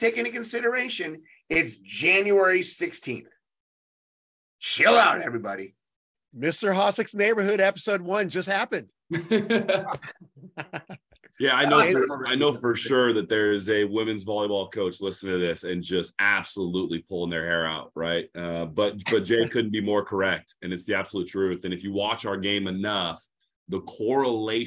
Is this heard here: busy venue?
no